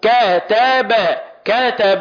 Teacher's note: ومساواة زمن النطق بالفتحة في الكاف والتاء والباء، لأن الحركات تساوي أزمنة الحروف. كتب كتب، ما ينفعش أقول كتب مثلا إن أنا أطول في حرف الكاف، لا، الحركات كلها لها زمن واحد.